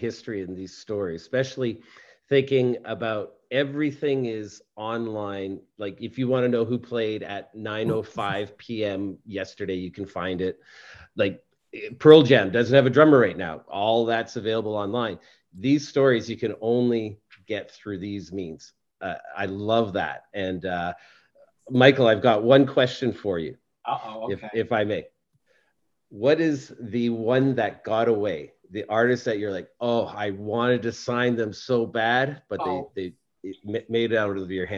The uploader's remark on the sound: live at last year's indie101 music conference (online)